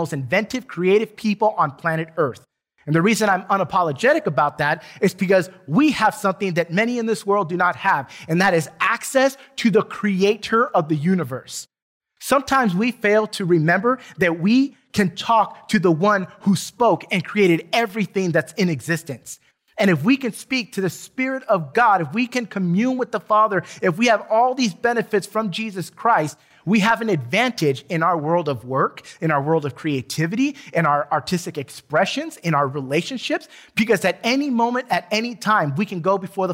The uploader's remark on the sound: Recorded from South Gate Fellowship in Duncanville, TX on Sunday, June 20 2021.